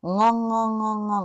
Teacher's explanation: グは言わないで、これ鼻濁音っていうやつで long,グではなくて、鼻の方に